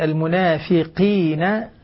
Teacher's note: القاف لما تكون مكسورة تكون في أقل مراتب التفخيم، بينما تكون مفتوحة في مرتبة عالية.